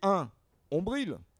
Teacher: Quand on évoque par exemple le nombril, c'est parce que tout simplement sans accent tonique sur le mot ombril et parce que nous faisons des liaisons, c'est-à-dire qu'on ne protège pas la voyelle initiale d'un mot, donc c'était un ombril, d'où ombilical, etc.